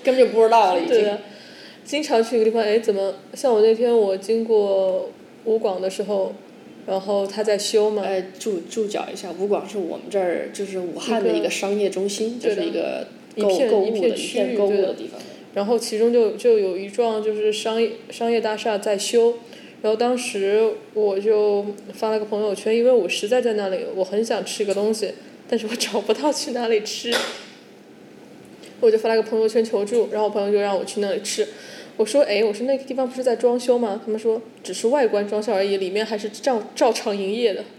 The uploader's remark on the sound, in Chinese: 本期节目面基录制，房间混响较大。